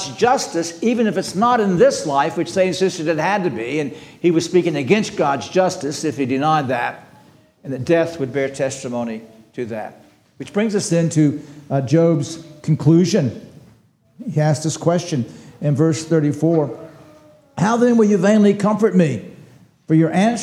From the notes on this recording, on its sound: This sermon was preached on April 16, 2023 at Antioch Presbyterian Church. At Antioch Presbyterian Church, a mission work of Calvary Presbytery of the Presbyterian Church in America located in Woodruff, South Carolina.